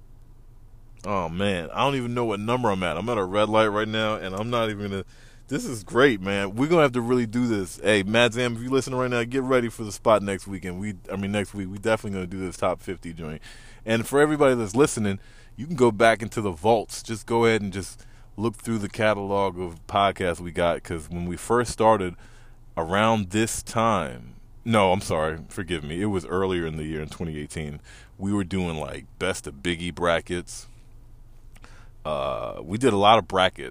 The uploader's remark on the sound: Randomly recording in my car in traffic on my way home.